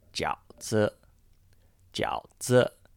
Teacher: 饺 is in the third tone, and 子 is a no-tone word